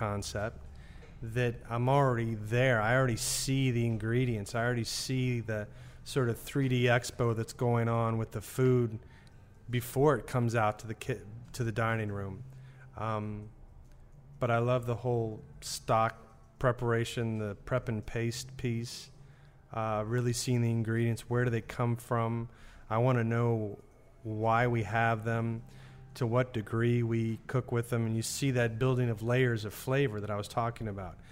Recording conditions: busy venue